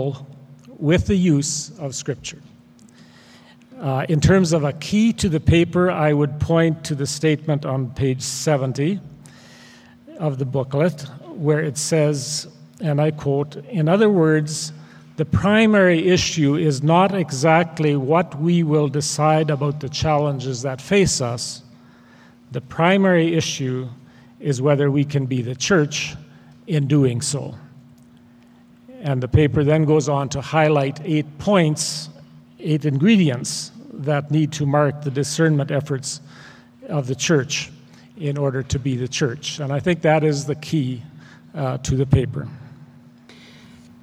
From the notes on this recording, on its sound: This episode was recorded live at the 2009 Mennonite Church Canada Assembly in Saskatoon, Sask.